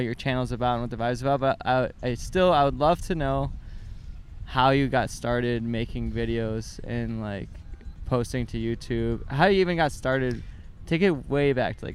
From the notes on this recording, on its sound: Bonus fun we recorded the whole interview on the beach at Santa Monica Pier!